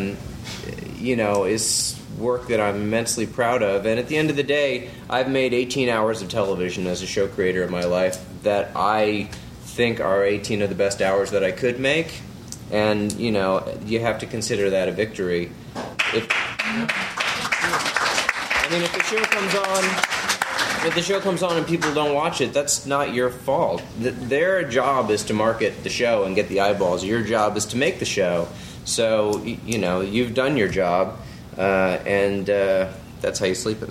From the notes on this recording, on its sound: Recorded June 2, 2012 at the ATX Television Festival, Austin TX